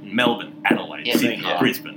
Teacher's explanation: most of our place names, Australian culture tends to go with the hard stress first